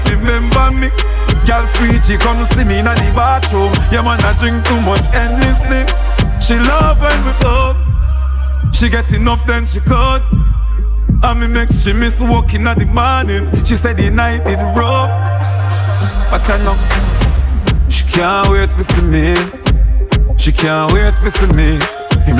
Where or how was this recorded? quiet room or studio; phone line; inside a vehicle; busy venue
busy venue